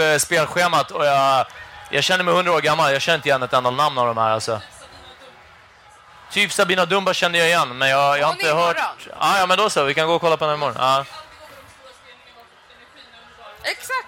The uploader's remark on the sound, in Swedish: Live från Way Out West. Denna pod spelades in live på plats under Way Out West 2017.